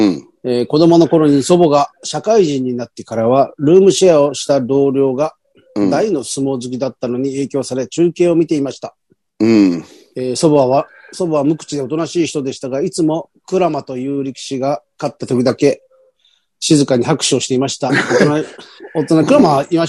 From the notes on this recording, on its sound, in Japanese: ZOOMで収録